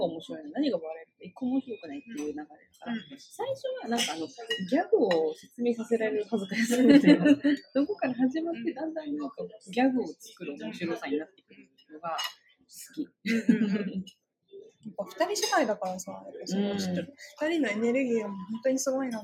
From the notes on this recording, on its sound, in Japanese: 今回は興奮そのままカフェで録音したので、なかなか聞き取りづらいので申し訳ないです…